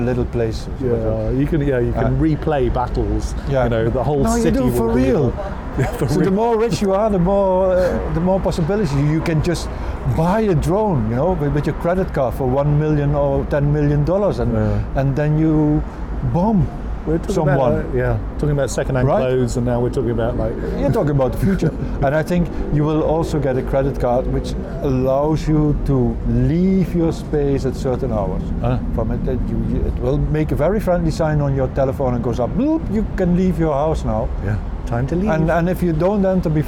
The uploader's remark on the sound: Sat outside on a terrace of a Turkish café, just opposite Görlitzer Bahnhof in Berlin, took a coffee, and talked. Street noises in the background.